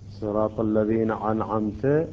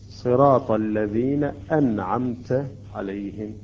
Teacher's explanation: وبالنسبة إلى بقية الحروف الأمثلة، أما بالنسبة إلى حرف العين، يوميا نقرأ سورة الفاتحة في الصلاة: صراط الذين أنعمت عليهم، أنعمت، أن نون ساكنة بعدها حرف العين، لا نقرأ أنعمت الهمزة، نقرأها بصورة العين · Shown in: second take · : صراط الذين أنعمت، هذا غلط، صراط الذين أنعمت عليهم.